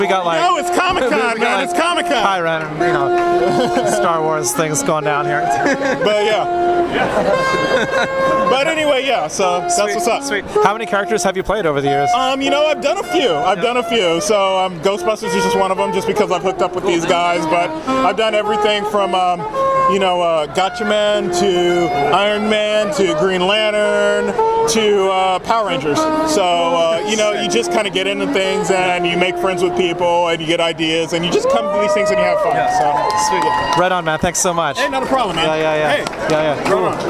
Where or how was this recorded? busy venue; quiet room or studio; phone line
busy venue